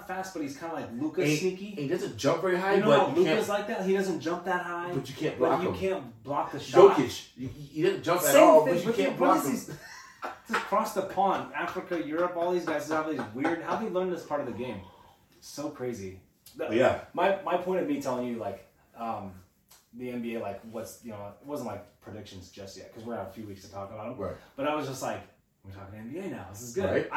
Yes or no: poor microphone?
yes